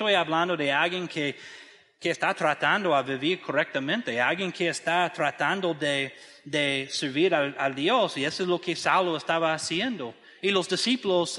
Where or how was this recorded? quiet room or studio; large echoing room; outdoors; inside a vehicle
large echoing room